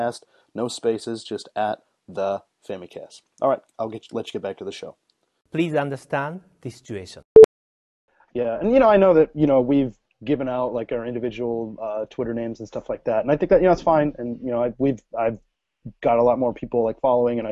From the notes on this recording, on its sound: brought the podcast live via Google Hangouts On Air